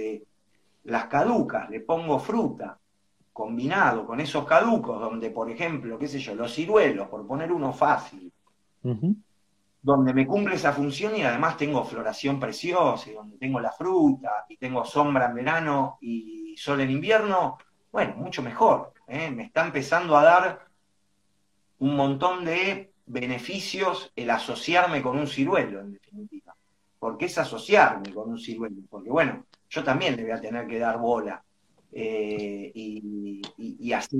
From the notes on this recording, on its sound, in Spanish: Audio de la charla en vivo por Instagram